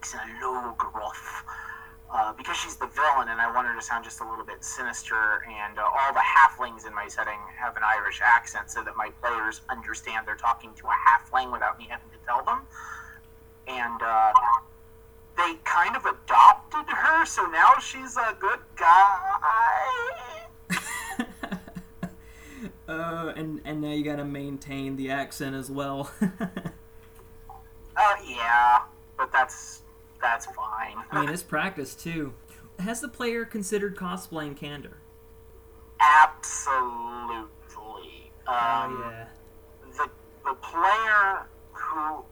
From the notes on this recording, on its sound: Sorry about the rough audio